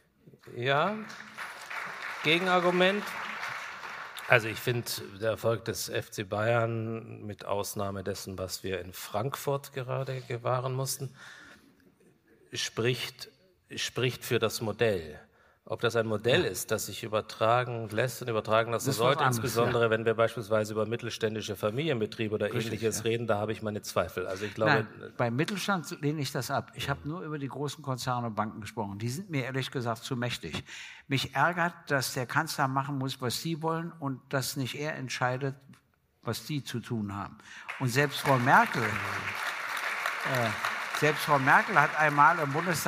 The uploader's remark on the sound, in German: GGG Live aus Kulmbach Teil I